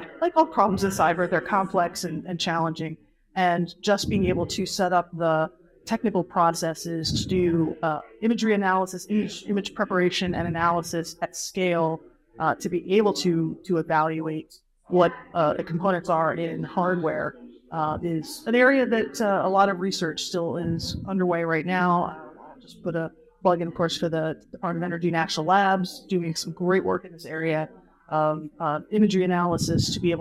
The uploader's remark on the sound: A panel discussion recorded live at the ISA OT Cybersecurity Summit in Aberdeen, Scotland. Because this was recorded live from a conference, the audio quality varies a bit depending upon the speaker. Unfortunately we had to cut a few things out, as they just could not quite be understood.